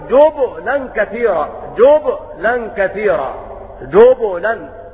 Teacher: وقرأ ابن عامر وأبو عمرو بضم الجيم وسكون الباء مقلقلة